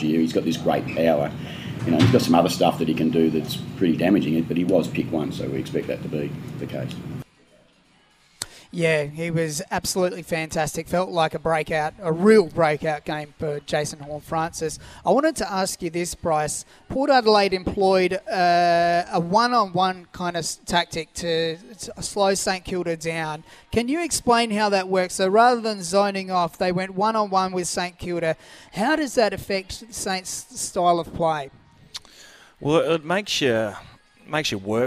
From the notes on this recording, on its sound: live from Harbour Town